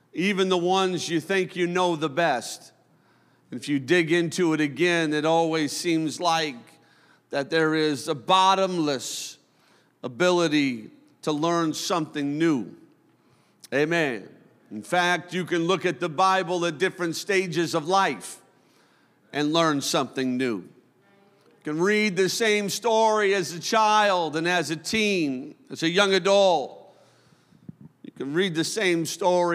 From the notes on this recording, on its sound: A service recording from Connect Point UPC.